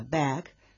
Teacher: Por ejemplo, la A de la palabra bag, bolsa o bolso, se pronuncia con la llamada A sonriente, y bueno, porque su nombre provoca esa forma en la boca, ¿no?, cuando la pronunciamos. Bag, como decía, empieza con A en su pronunciación y termina casi como una E.